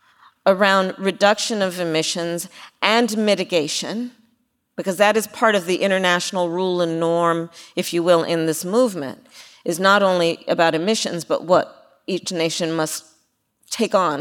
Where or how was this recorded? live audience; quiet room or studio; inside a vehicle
live audience